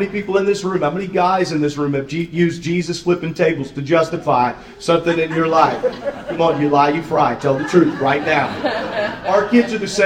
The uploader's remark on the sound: we join a seminar hosted at General Conference